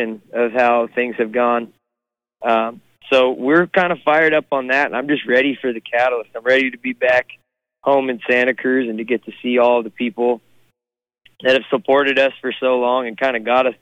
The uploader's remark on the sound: on the phone, from the road